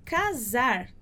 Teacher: E se eu for falar casar, o som do S, ele é sonoro. Fica z, z. Se você colocar a mão aqui na sua garganta, você sente vibrando.